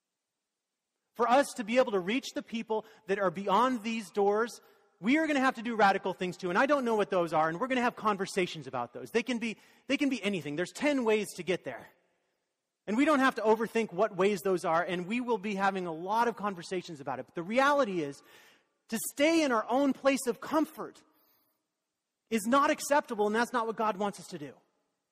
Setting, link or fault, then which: setting, large echoing room